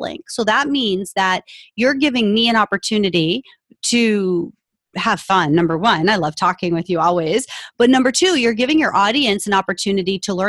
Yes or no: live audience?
no